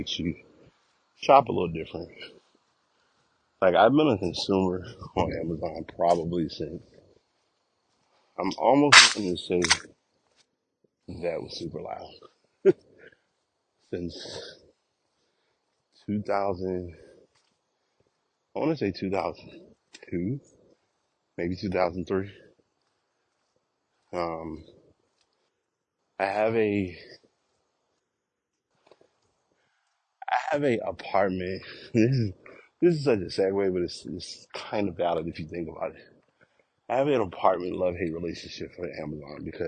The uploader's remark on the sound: Walk recording